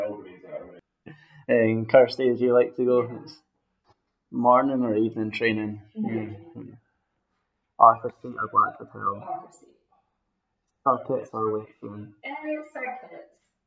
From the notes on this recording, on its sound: Please note that we have had difficulties on the day with recording with audio, resulting in some clips being edited out and a lower sound quality.